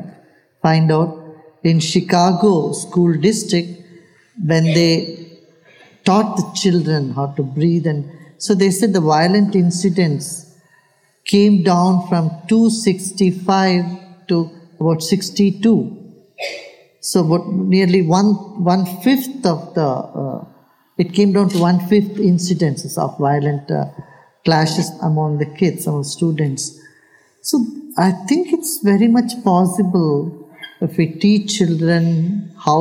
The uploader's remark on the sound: he takes questions from the audience